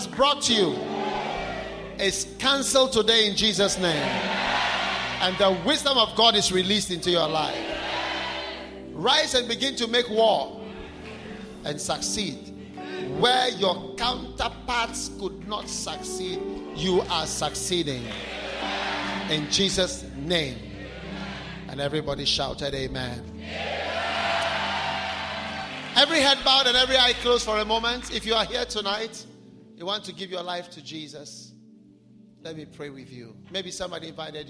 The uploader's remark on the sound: Preached at the Wisdom Impartation Service.